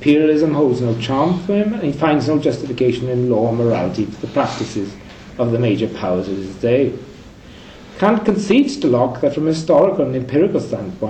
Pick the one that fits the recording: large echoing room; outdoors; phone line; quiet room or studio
large echoing room